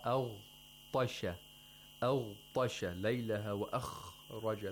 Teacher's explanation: we have the tafkhim of the letters of isti'la, the thickness.